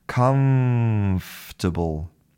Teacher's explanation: So the lips do not come together to make a true M. But what we have is we have teeth and lips.